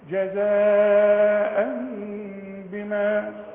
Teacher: التنوين برضو جزاء زي الميم، التنوين اهو جزاء ان وبعده باء يحصل ذو قلب بقى. نقلب التنوين لميم ونخفي الميم ونغنها، يبقى هنا زيادة الحكم ان حقلب التنوين لميم.